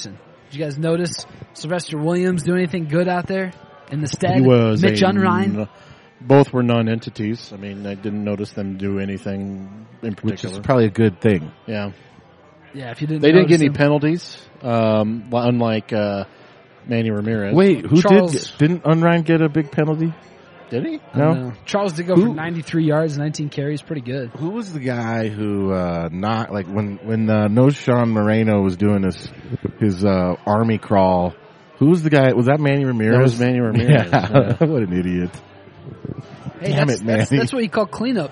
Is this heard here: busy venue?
yes